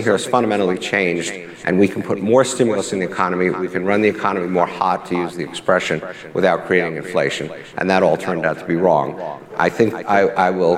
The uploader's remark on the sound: Moderated a panel of economic experts at the 2022 Aspen Ideas Festival.